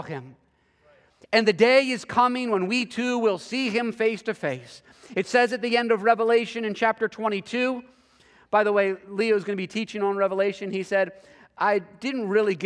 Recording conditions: large echoing room